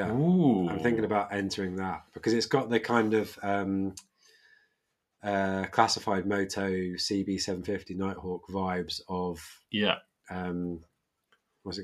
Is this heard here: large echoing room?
no